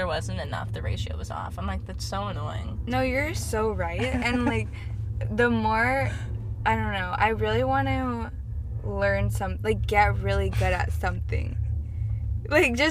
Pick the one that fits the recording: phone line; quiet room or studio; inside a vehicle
inside a vehicle